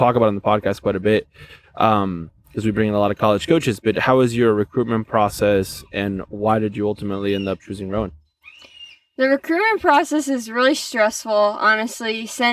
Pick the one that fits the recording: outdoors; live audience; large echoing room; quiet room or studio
outdoors